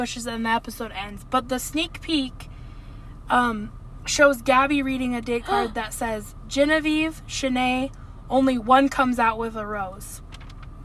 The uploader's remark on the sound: The Car Pod. Podcasting from the car!